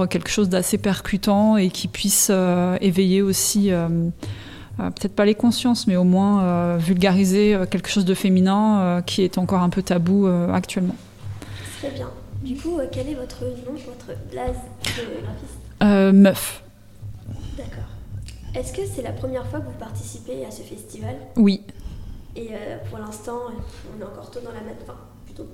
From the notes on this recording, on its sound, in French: au micro de Radio2B pendant le festival RUR!